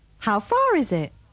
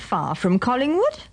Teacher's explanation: Remember that the final R of far isn't pronounced unless it's followed by a word that begins with a vowel. How long does it take to get to Glasgow by train?